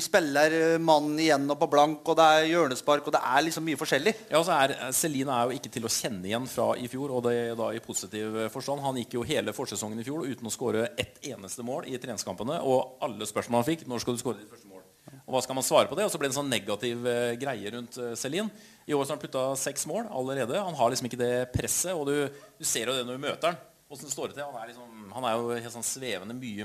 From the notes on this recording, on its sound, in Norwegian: Livepodkast. Forsøkte seg på en live-podkast fra Litteraturhuset.